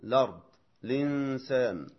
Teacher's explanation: يقول: إذا ابتدأت كلمة دخل فيها لام التعريف على ما أوله همزة قطع نحو الإنسان والأرض والآخرة والأولى، فنقلت حركة الهمزة إلى اللام، ثم أردت الابتداء بتلك الهمزة، بدأت بهمزة الوصل كما تبتدئ بها في صورة عدم النقل لأجل سكون اللام، فاللام بعد النقل إليها كأنها تعد ساكنة لأن حركة النقل عارضة، فتبقى همزة الوصل على حالها لا تسقط إلا في الدرج، فهذا هو الوجه المختار.